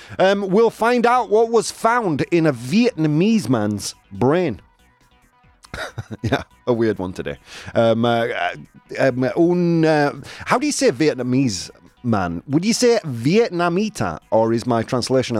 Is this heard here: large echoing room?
no